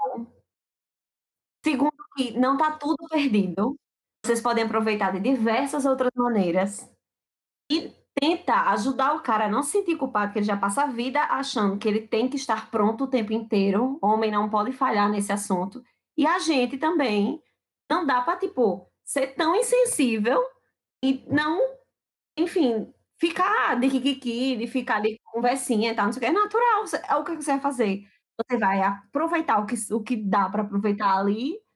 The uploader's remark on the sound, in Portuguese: Esse episódio foi gravado remotamente.